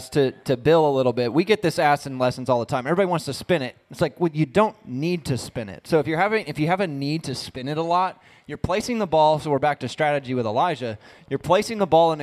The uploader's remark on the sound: On this episode, the boys take questions from the live audience.